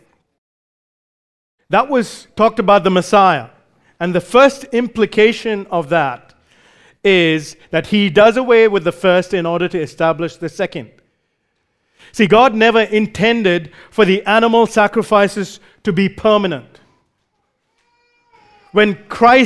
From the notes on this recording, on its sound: recorded live at Grace Community Bible Church